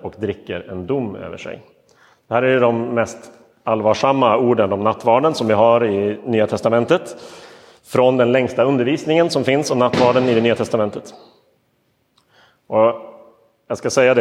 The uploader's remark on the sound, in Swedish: Inspelad i Roseniuskyrkan den 23 oktober 2022.